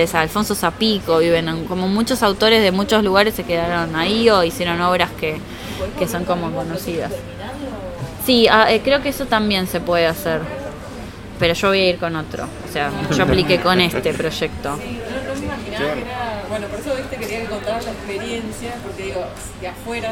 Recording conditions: busy venue